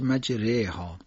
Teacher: کلمه مجراها در سوره هود باید با حالت در حد اماله کبرا ادا بشه. مجراها ادا بشه مجرها.